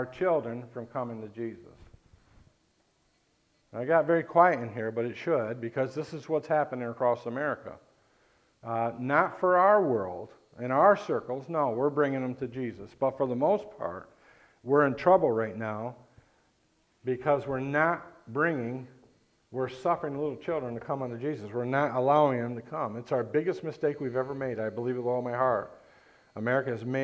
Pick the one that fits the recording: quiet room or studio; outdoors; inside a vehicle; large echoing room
large echoing room